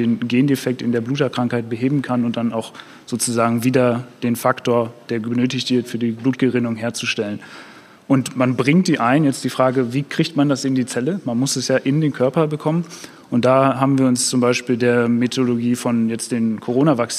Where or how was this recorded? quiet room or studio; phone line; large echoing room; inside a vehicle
large echoing room